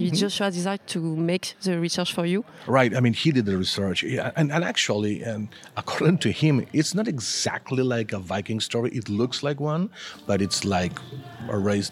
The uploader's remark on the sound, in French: Interview au Festival International de la BD d’Angoulême.